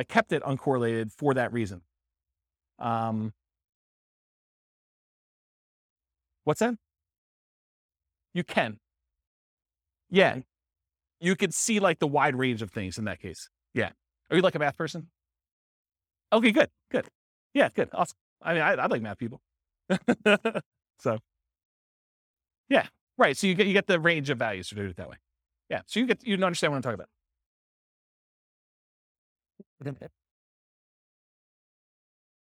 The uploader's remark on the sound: This was a live class recorded.